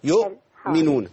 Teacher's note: أيوة نقطع صوت ونفس بس